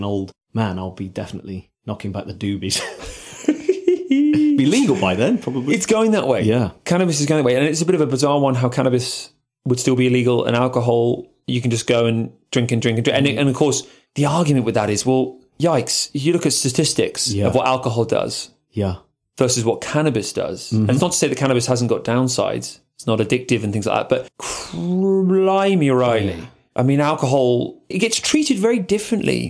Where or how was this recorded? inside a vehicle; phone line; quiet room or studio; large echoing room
quiet room or studio